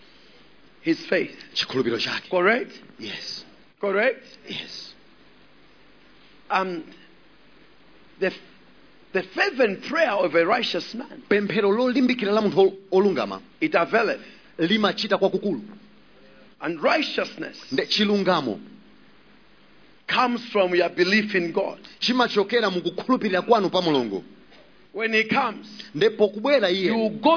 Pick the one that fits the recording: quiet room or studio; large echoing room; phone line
large echoing room